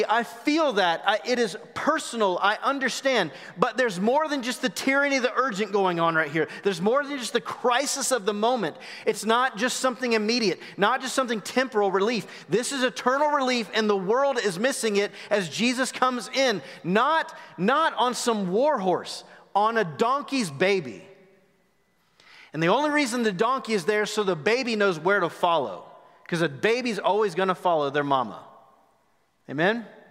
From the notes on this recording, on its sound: Recorded live at The Fellowship at Two Rivers on March 28, 2021.